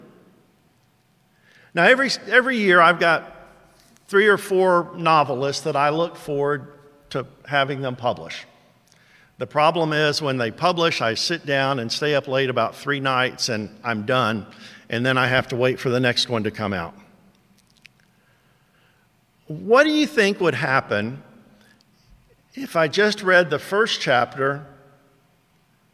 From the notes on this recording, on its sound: first preached to Towne View Baptist Church in Kennesaw, Ga on 6/26/22